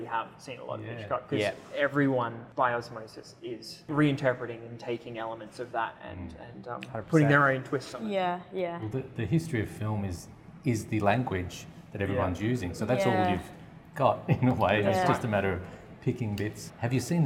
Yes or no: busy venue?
yes